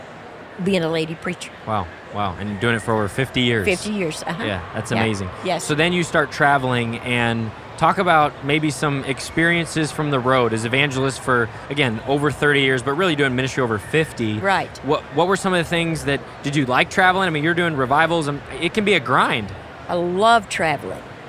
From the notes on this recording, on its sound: live at General Council 2023!